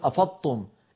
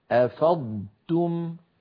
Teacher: فعلينا أن ننطق ضادا صحيحة ساكنة ونتبعها بتاء مضمومة مرققة · Shown in: second take